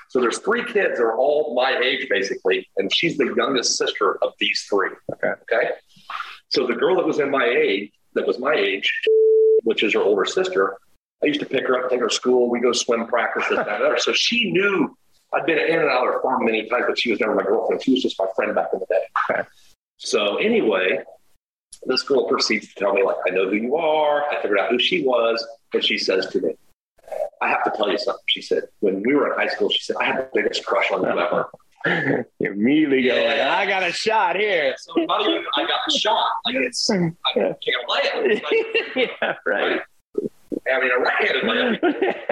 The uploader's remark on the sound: Please excuse the audio issue with this episode.